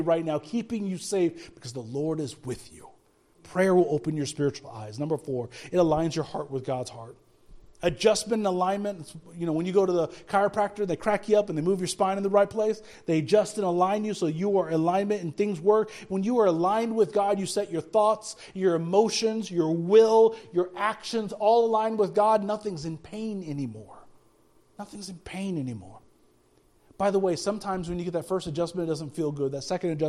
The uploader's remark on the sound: speaking at Soma Community Church in Jefferson City, MO on Sunday morning 28 January 2024